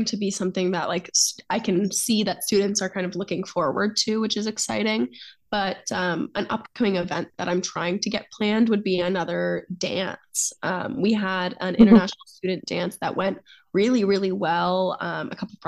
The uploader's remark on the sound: Got together virtually to re-record the podcast.